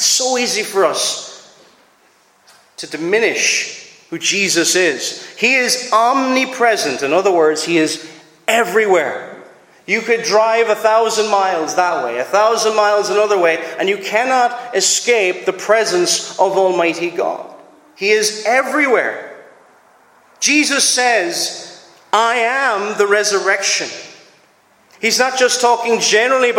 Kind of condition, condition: setting, large echoing room